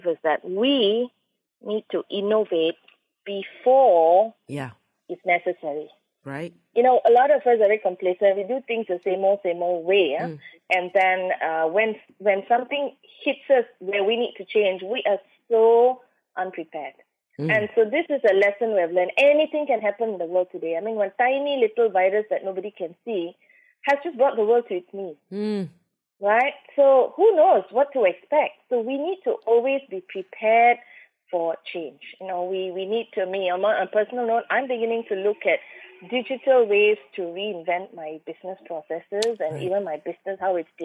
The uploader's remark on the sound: On BFM over the phone.